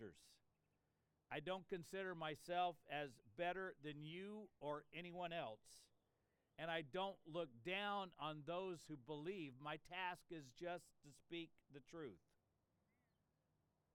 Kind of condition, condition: setting, outdoors